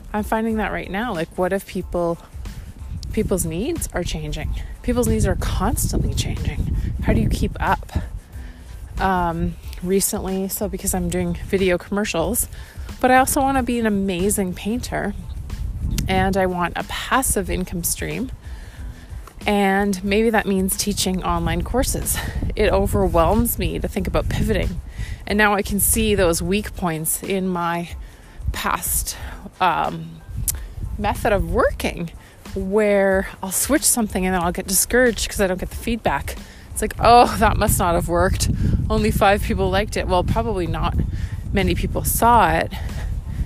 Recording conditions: outdoors